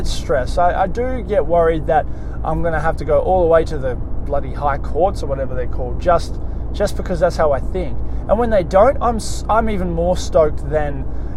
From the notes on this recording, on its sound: On this episode I am in the car